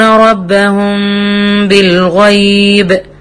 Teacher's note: طب احنا ليه سميناها اخفاء؟ علشان اخفاء الميم الساكنة عند ملاقتها للباء للتجانس · Term: الاخفاء الشفوي